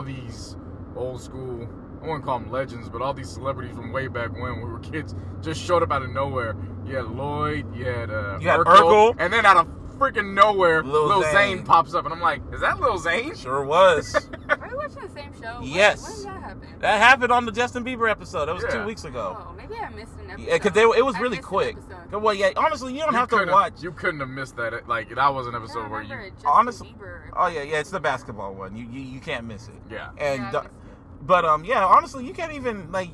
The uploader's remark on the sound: Wrestling 101 On The Road To Smackdown. The trio are on the road to WWE Smackdown Live ...literally.